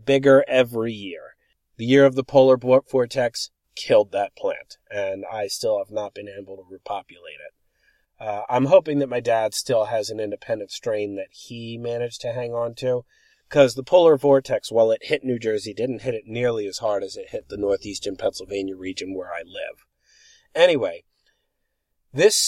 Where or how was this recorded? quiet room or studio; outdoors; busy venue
outdoors